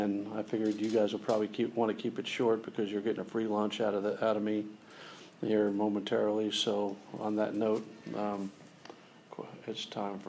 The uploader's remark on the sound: Press conference.